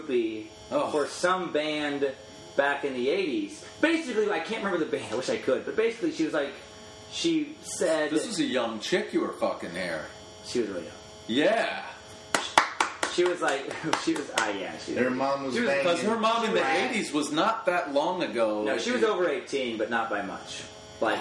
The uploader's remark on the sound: This episode was recorded at the Improv Comedy Club in Louisville, Kentucky.